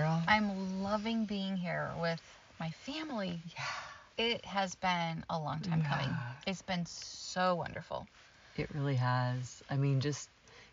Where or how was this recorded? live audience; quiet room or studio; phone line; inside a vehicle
inside a vehicle